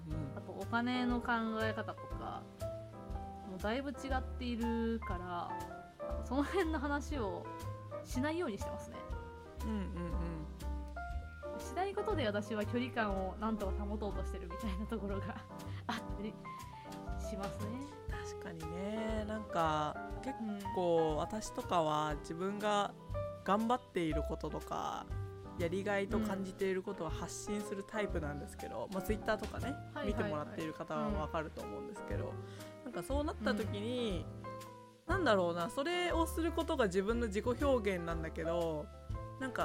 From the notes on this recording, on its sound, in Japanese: 今回、編集の関係上音声が少し小さくなっております。